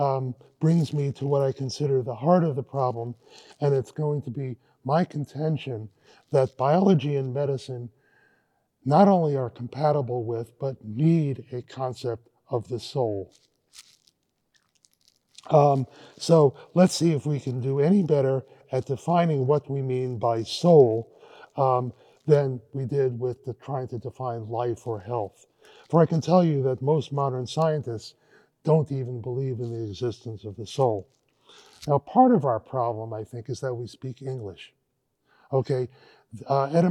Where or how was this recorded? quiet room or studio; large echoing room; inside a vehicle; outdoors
large echoing room